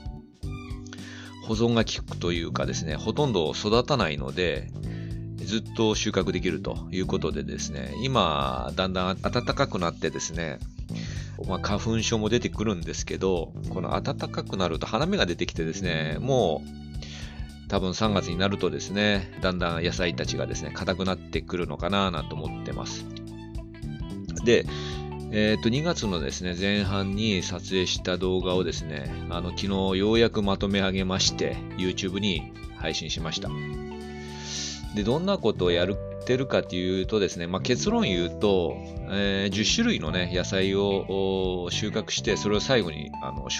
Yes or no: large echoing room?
no